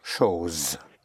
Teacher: The S between two vowels has the sound of a Z, of a Z. Chose.